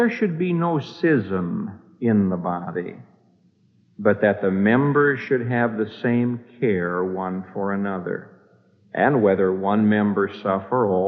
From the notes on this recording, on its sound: This message was preached on May 4, 1975, at the Moody Church in Chicago, IL